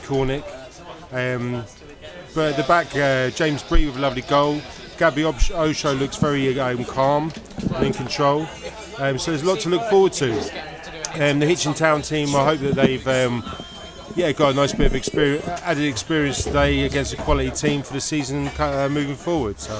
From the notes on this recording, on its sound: FULL COMMENTARY: Hitchin Town FC vs Luton Town. In front of over 1,000 spectators at Top Field.